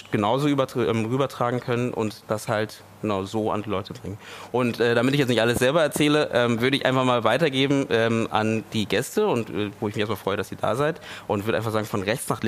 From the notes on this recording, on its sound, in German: Live vom Bildrausch Festival. Wir nehmen den Roundtable Live beim Bildrausch-Kurzfilmfestival.